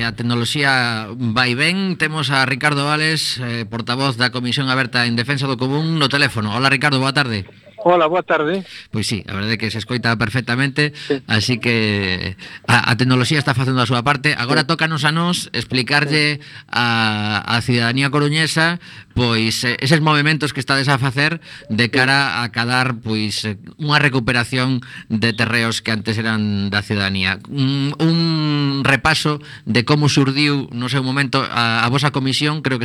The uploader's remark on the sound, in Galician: CUAC FM. Hoxe tivemos conversas ben interesantes por teléfono.